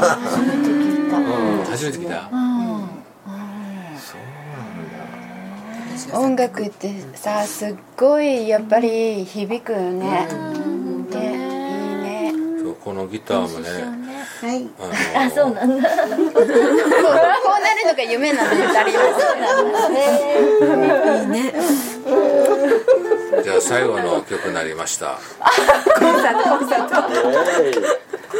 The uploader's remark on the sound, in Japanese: 弾き語りライブ。